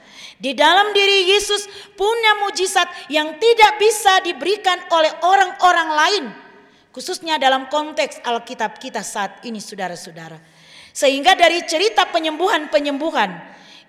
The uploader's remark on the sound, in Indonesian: Rekaman Kotbah dan Doa Syafaat Ibadah Minggu GKI Kalvari